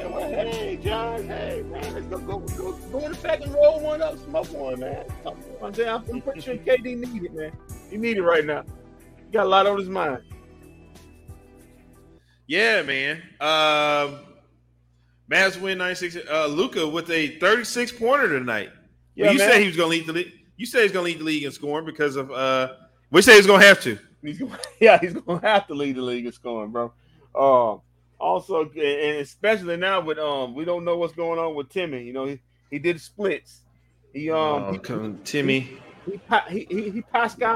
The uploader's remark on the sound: Live from inside the AAC